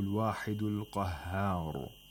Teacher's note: The Ra of Qahhar has to be pronounced with Tafkhim because it becomes Sakin as a result of Waqf and is preceded by a letter with Alif al-Mad.